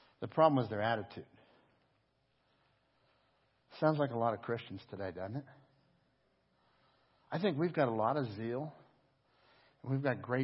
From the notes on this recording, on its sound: Crossroad Ministries Live Service